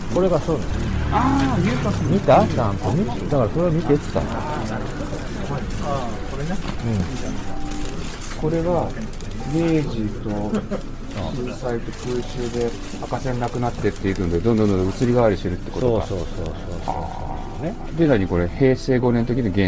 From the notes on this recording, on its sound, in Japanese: 新年1回目の収録は外に飛び出して町ブラロケ！せっかくここまで来たんだ足は吉原へと向かう。さっきの飛不動様から近くに吉原神社があるので、せっかくなので来ました。